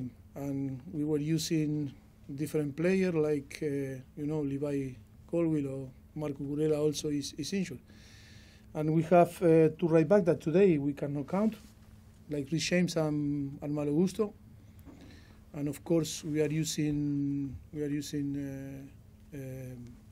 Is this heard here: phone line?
no